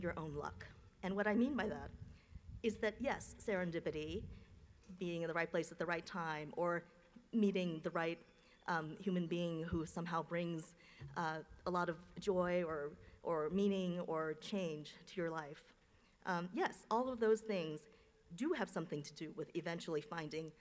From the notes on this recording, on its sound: delivered remarks at UVA Law’s 2023 commencement ceremony